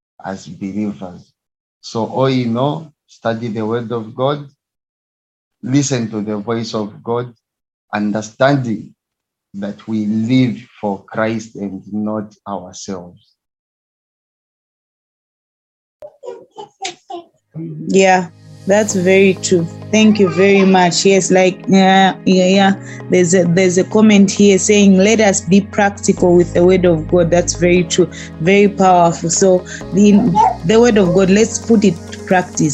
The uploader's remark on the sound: Youth zoom meeting